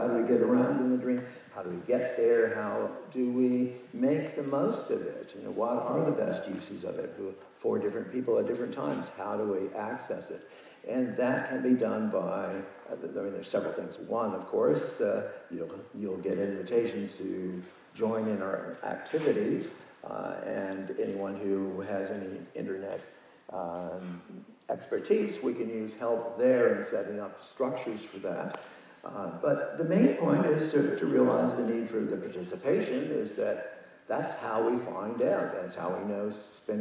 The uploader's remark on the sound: In a rare live interview conducted at the Sedona lucid dreaming retreat, October 2019. The recording was done on a smart phone, so pardon the quality.